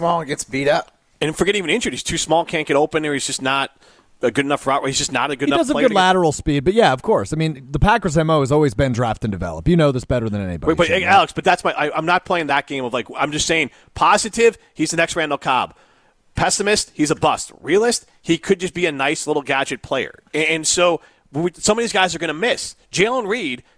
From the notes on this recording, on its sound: live from Ruth's Chris Steakhouse in Middleton.